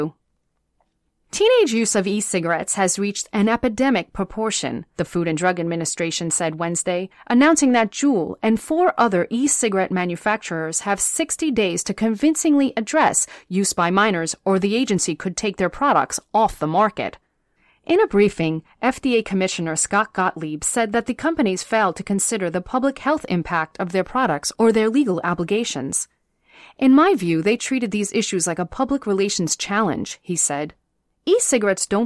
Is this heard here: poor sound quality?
no